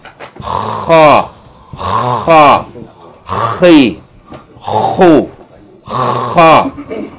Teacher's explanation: this letter is produced by partially closing and tensing the throat and then forcing the air out. Yani it's coming from the throat. · Term: letters of the throat